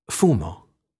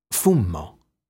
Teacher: M, nasale bilabiale semplice, doppia M, nasale bilabiale geminata